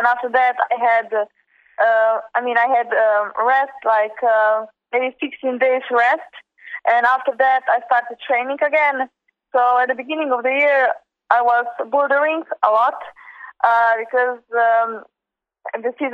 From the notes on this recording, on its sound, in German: Alle Antworten in einem Telefoninterview, welches direkt vor den Weltmeisterschaften 2016 in Paris aufgezeichnet wurde!